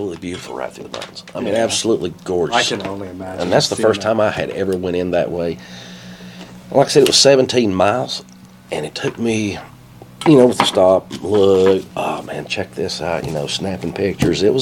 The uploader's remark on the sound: we apologize for the sound in the background